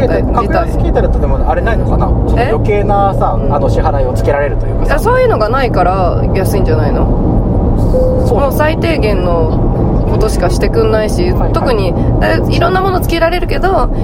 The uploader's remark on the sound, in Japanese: 熱海行きの車の中。熱海でのワンマン『あ〜た〜みvol.1』に向かう車中で録った番外編！！